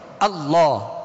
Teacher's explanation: اللہ شروع میں حمزہ ہے تو حمزہ میں سختی ہوتی ہے